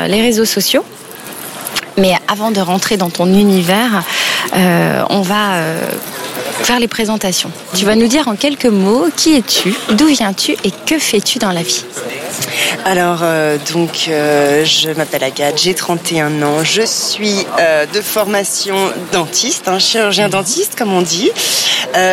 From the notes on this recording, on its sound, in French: Nous avons enregistré l'épisode en terrasse de café, face au centre Pompidou, un régal.